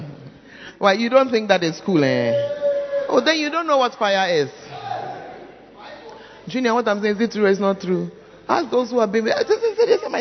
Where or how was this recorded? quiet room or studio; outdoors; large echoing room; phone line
large echoing room